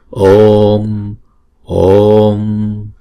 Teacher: Thì trong phần phiên âm này, chữ nguyên âm nào viết in thì chúng ta sẽ đọc hai nhịp, còn nguyên âm nào viết thường thì chúng ta chỉ đọc một nhịp mà thôi. Ví dụ như chữ O thì chúng ta sẽ đọc hai nhịp.